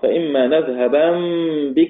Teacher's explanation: ونون ساكنة بعدها باء يقرأها بالإقلاب